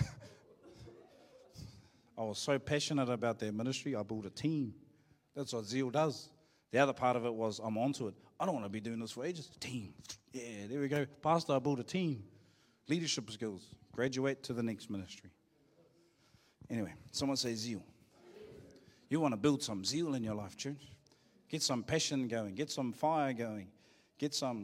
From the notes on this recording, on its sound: Live from IwiTapu Destiny Church Hawkes Bay